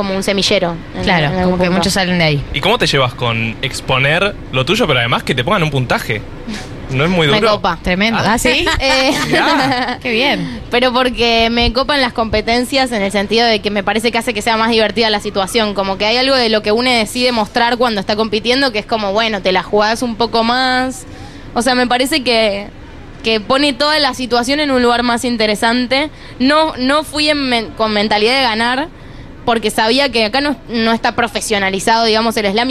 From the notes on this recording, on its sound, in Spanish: En vivo en la terraza de Yunta.